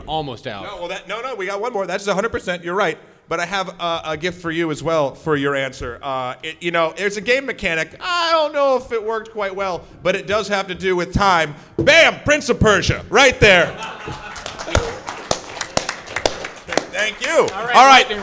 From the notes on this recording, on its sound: MAGFest Live Show 2018. With the help of our live audience.